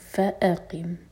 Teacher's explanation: فا کے بعد ہمزہ پر کٹ آف ساؤنڈ